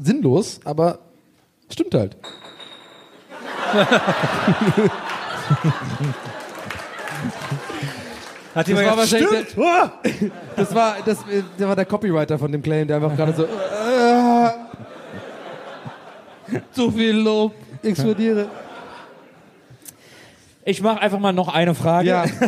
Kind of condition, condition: setting, live audience